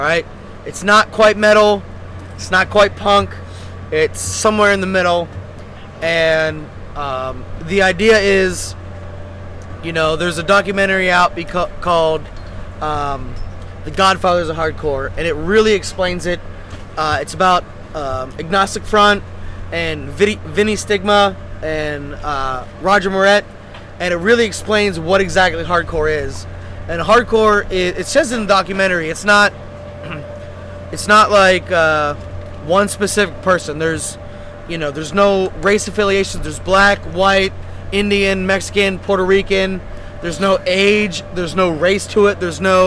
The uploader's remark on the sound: Round 2 of recording on Pier Alpha in GTMO.